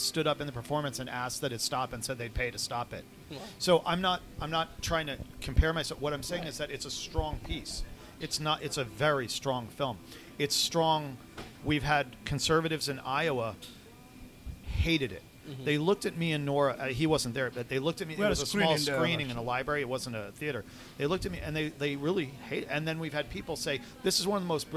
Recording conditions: busy venue